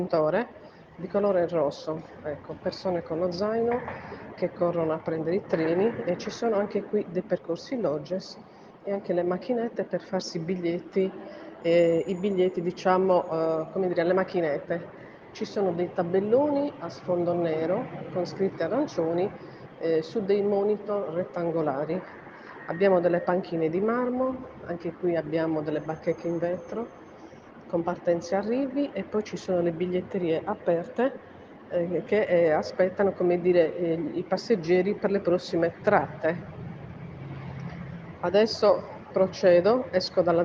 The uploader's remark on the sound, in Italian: Audiodescrizione live prodotta il 2 Agosto 2022 poco prima delle 20 presso la stazione ferroviaria di Cagliari con smartphone Android a microfono bloccato